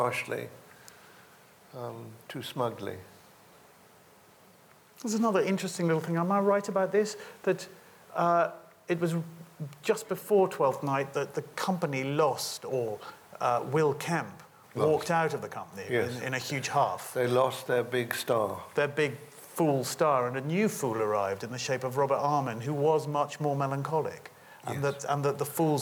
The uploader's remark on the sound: This interview is a recording of a live Platform event in the Cottesloe Theatre from January 2011